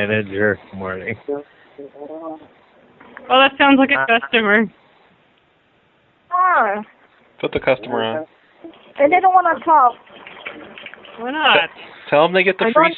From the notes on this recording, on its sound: Prank Phone Calls Collection. Convenience store survey - really amused employee. From archive.org.